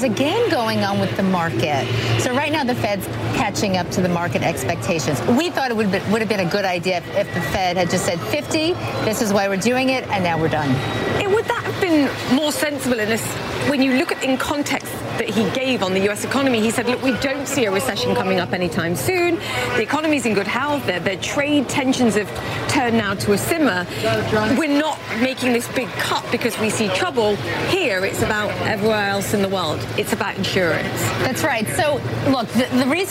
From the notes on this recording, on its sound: is live from the New York Stock Exchange